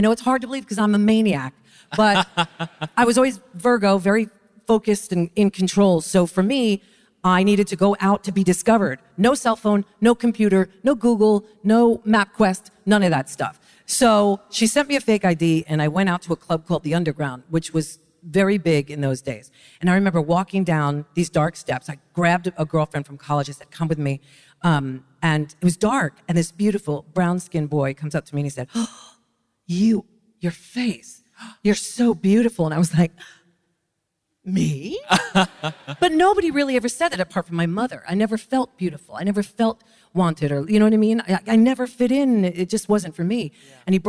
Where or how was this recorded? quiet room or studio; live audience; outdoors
live audience